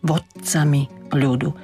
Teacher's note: To slovo vodcami som sa snažila trošku zvýrazniť, aby sme si uvedomili, že to D sa mení na T a je to len zadržané vyslovenie.